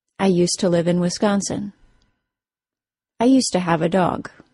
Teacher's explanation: In connected speech, however, the word to is reduced to ta, and we have the complete modification of the phrase used to the common, current, yet informal pronunciation of useta.